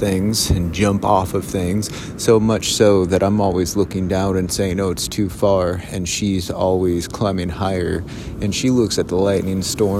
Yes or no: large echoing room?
no